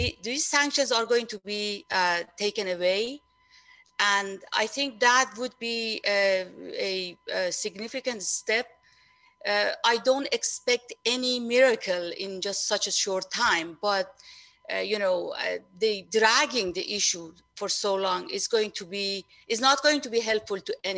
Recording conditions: video call